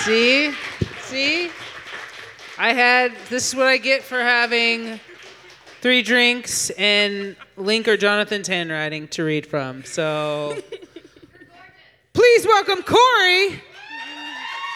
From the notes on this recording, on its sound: This show was recorded live on April 4, 2022 at Yellow Cab Tavern, 700 E.